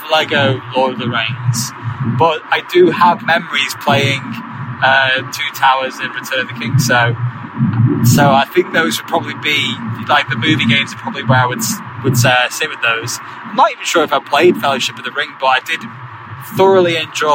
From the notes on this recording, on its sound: If this weeks episode is too hard to listen to, we understand. We thought it would be fun to chat in the car on the road.